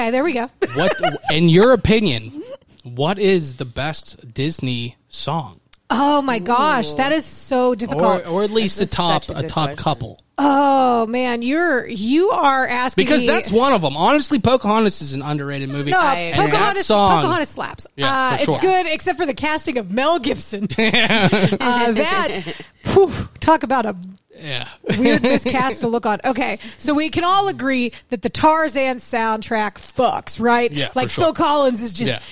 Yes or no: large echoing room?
no